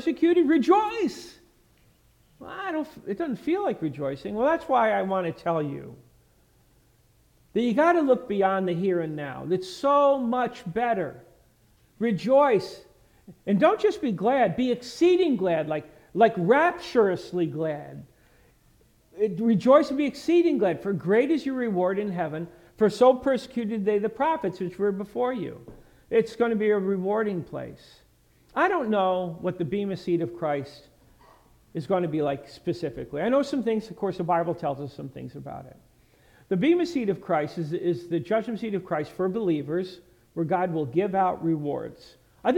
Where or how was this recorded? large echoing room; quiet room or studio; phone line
large echoing room